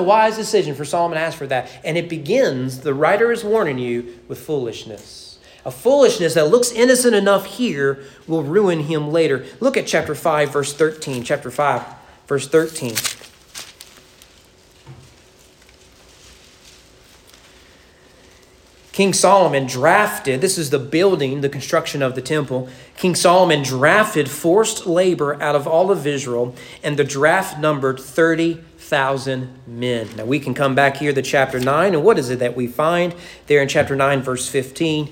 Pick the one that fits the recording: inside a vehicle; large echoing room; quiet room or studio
large echoing room